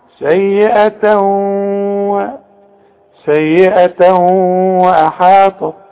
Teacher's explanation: الادغام كأن الحرف مشدد، لو تبص للواو دي تلاقيها مفتوحة، انما عند النطق كأنها مشددة